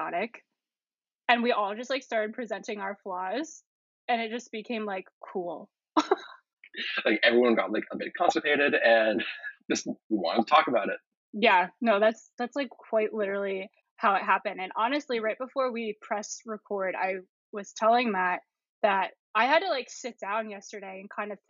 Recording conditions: poor sound quality